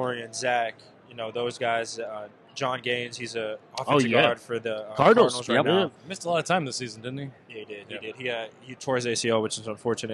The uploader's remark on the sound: live on Radio Row in Las Vegas leading up to the Super Bowl